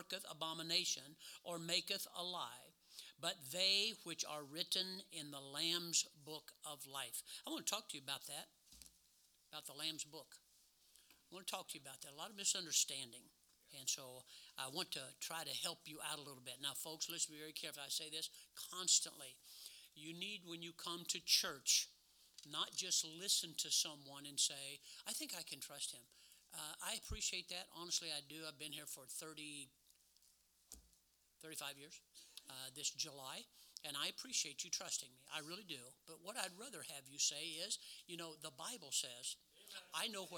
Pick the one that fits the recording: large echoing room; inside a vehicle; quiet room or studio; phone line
large echoing room